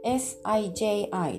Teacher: にあのすいません降りますというふうに声をかけると運転手さん気がついて止まってくれるはずなのでそういう時に使えるフレーズとして紹介します。で運転手さんという声がけの方法はですね主によく使われているのが2つあります2種類あります1つ目は数字という方法ですね数字という言葉になりますがこれはですねえー、漢字で書きますと「司」という字と、えっと、パッと見にはね「机」という文字に見えるんですがこれは実はあの機械マシーンの機械ですねの「木」になります。でこれで発音記号は SI そして2文字目が GI あごめんなさい JI ですね SIJI で 2つとも第一声高く平たく伸ばす音になります